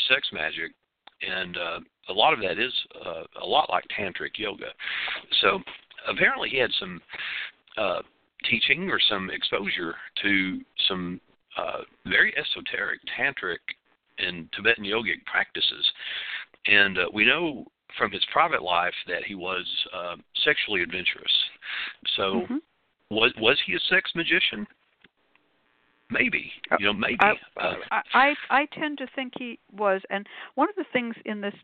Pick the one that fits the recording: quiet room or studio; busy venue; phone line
phone line